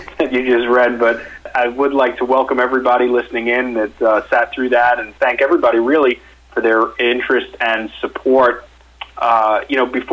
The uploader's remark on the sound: Investor Conference Call with Nightfood Holdings, Inc. (NGTF)